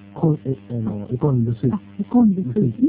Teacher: R が2つ続いてしまうので、コロがコンに変わるということなんですね · Term: 音韻変化